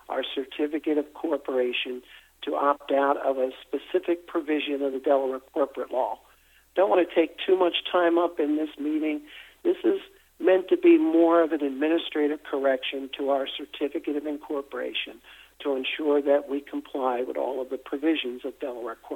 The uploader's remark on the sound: Investor conference call.